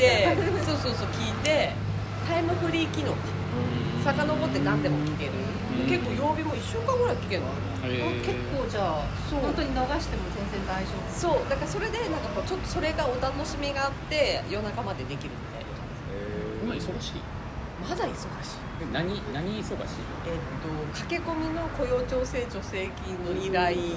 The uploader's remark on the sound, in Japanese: 音声悪い上、長尺です。